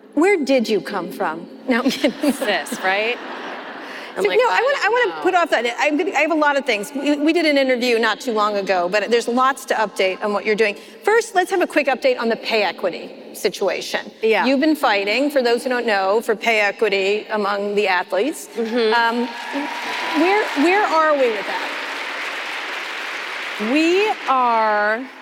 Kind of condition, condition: setting, live audience